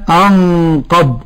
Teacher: إخفاء حقيقي لوقوع القاف بعد النون الساكنة، والقاف من حروف الإخفاء الحقيقي 15 المجموعة في قول الناظم: صف ذا ثنا كم جاد شخص قد سما البيت.